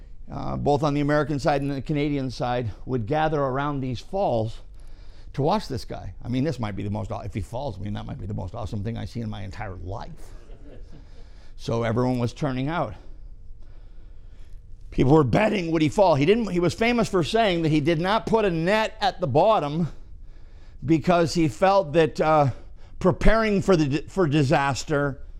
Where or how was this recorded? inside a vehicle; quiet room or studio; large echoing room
large echoing room